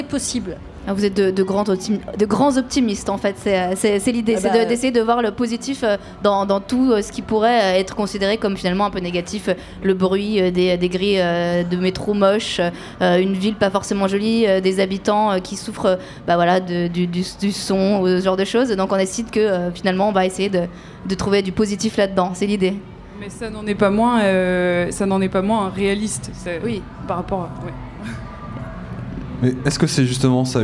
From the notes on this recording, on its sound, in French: Une émission débat enregistrée à la Grande Halle de la Villette, dimanche 13 décembre 2015, lors du Festival Freestyle. TEPOP occupait le vaste espace en mezzanine sur le Balcon n°1 de la Grande Halle de La Villette, pendant le festival FREESTYLE (skatepark, Hip Hop, DJ sets, street market, BMX…) ouvert à tous gratuitement. L’animation et l’enregistrement de ces débats étaient assurés par L’œil à l’écoute.